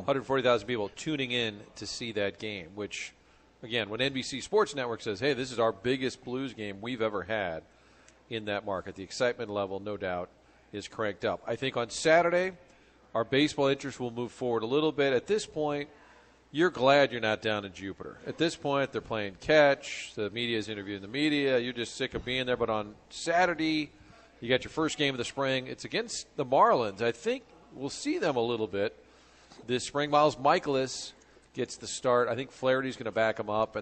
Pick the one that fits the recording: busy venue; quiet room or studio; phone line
busy venue